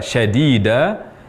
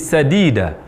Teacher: huruf shin berubah tempat menjadi huruf sin